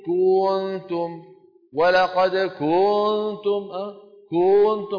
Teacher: بعض إخواننا يبالغون في تطويل ضمة الكاف فتصير كنتم، ولقد كنتم، كنتم، هذا لا يصح، هذا التطويل تمطيط.